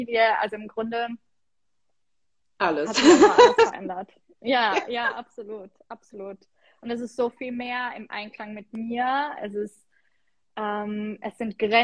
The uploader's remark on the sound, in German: hier erwartet dich ein Instagram live Soultalk